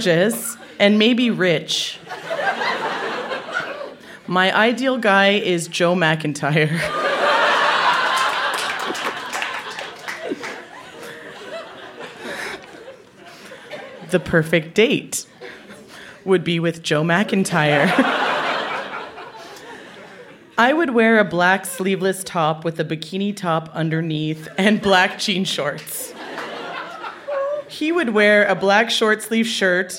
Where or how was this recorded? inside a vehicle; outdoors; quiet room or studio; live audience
live audience